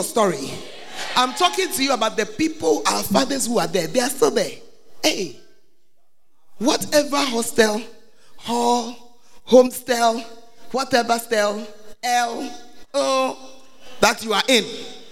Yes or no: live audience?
yes